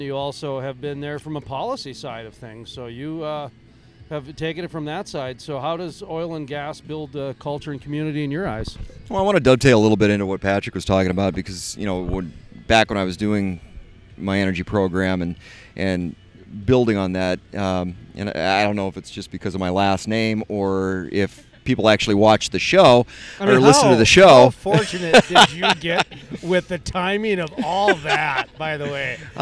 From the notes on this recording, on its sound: Living The Crude Life Live Recording Session at the Bakken BBQ.